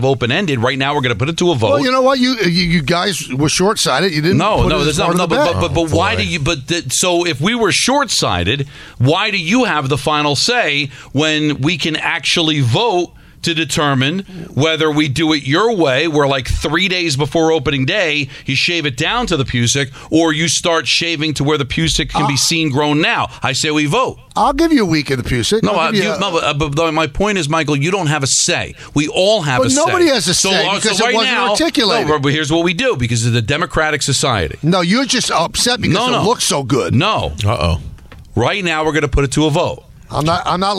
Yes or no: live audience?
no